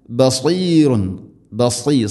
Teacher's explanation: സാദ് ഇസ്തിഇലാന്റെ അക്ഷരമാണ്, സ്വരഭാരത്തിൽ ഉച്ചരിക്കണം, അഥവാ നാവിൻ്റെ മധ്യഭാഗം അണ്ണാക്കിലേക്ക് ഉയർന്നു നിൽക്കണം. ഉയർന്നു നിൽക്കലും ചേർന്ന് നിൽക്കലും രണ്ടും രണ്ട് തരത്തിലാണ്.